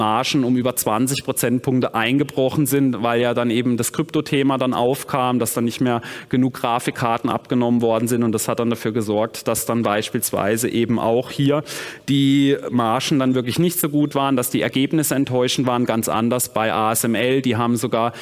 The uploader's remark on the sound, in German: Vortrag auf der Invest.